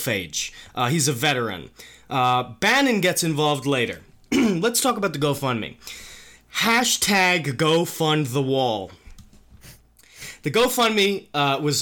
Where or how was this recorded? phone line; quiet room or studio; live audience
quiet room or studio